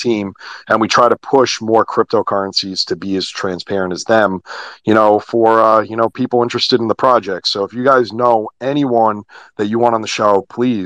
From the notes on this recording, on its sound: recorded on Twitter Spaces